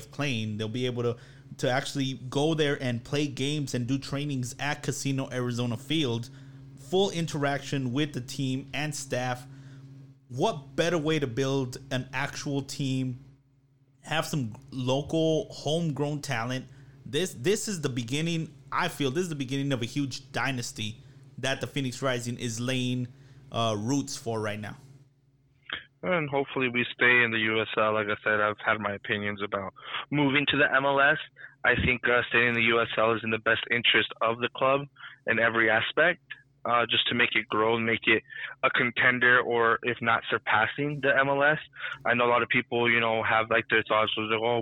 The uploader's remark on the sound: The team calls in from remote locations